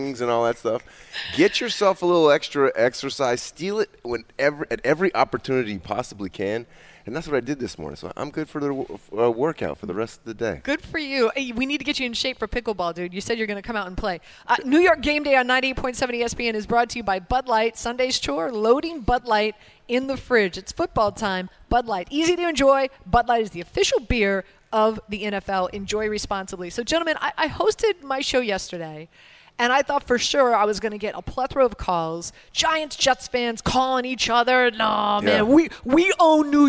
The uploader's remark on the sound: live from The Meadowlands Racetrack